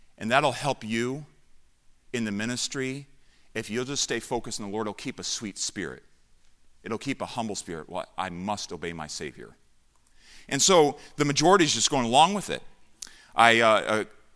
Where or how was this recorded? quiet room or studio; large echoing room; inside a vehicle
large echoing room